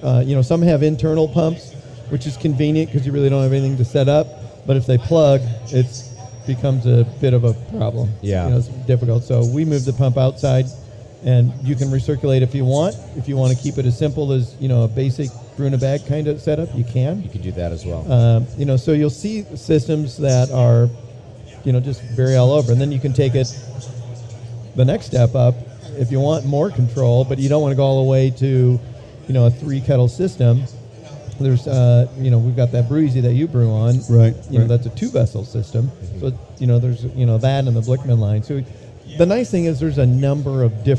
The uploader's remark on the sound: Brew Strong hits the road to HomebrewCon 2019 in Providence, Rhode Island! Invade the biggest homebrew event on the planet and broadcast live from the Homebrew Expo.